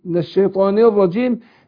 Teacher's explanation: فهنا شمسية أضغمت اللام في الراء وبفخم الراء، أقول الراء را، بيرتفع اللسان عند نطق الراء، الرجيم الراء جيم.